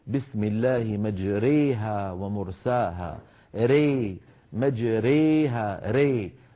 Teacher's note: تقريب الفتحة من الكسرة والألف من الياء من غير قلب خالص · Term: إمالة كبرى